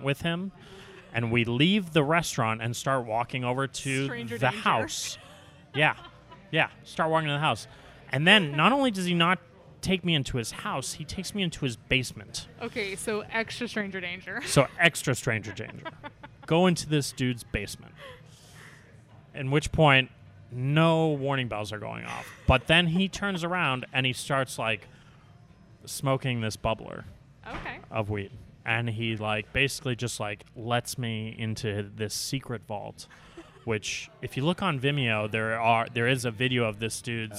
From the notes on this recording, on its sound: This episode is recorded in the Belgain beer bar, The Stumbling Monk.